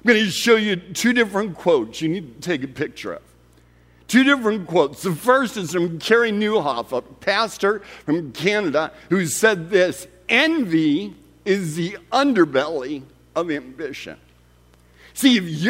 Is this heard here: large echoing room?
yes